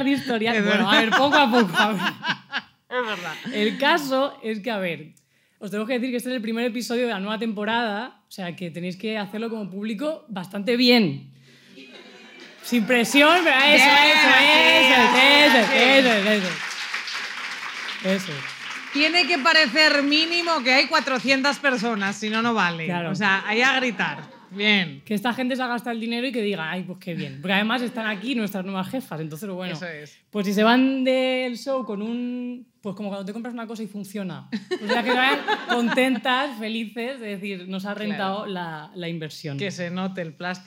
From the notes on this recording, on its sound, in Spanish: arrancamos temporada en directo desde Barcelona